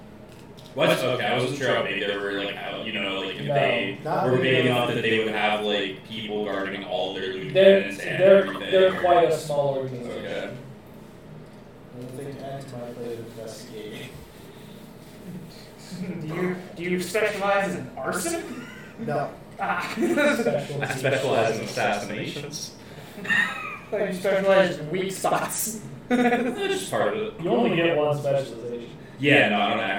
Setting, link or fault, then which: fault, poor microphone